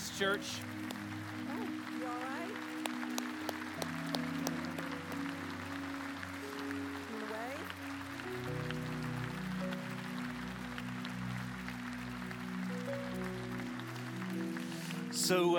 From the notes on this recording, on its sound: Recorded Live at Brookwood Church.